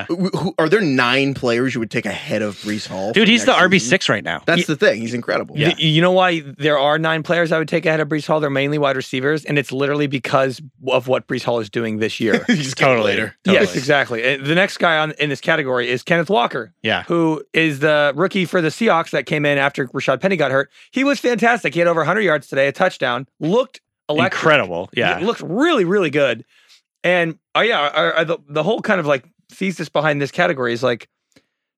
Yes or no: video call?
no